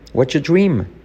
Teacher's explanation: La T con la Y se convierte en una J y la R de your desaparece.